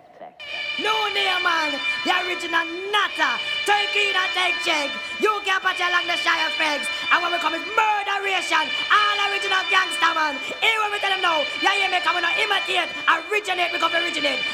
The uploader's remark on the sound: Set performed live during AFTERWORK : SWEET & CALIENTE